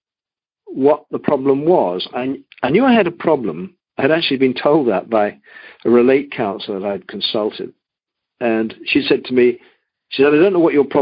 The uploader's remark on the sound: Monday Noon Phone Speakers Series